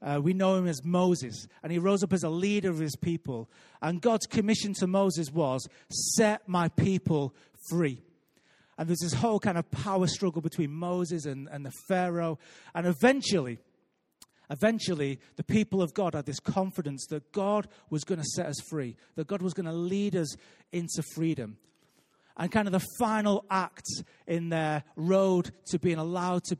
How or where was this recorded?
live audience